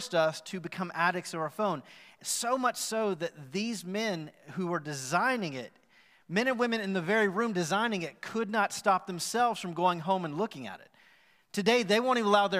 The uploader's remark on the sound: Recorded live at The Fellowship at Mt Juliet on March 14, 2021.